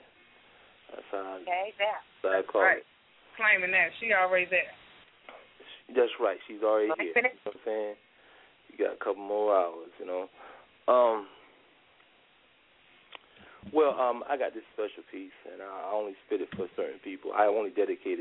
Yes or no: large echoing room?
no